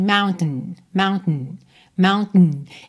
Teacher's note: Existem algumas pronúncias que, na verdade, passam do T direto pro N.